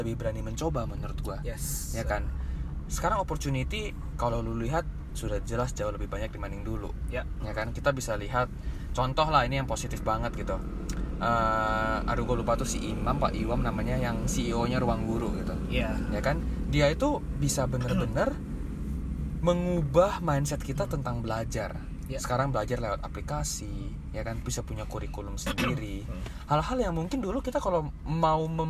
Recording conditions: background noise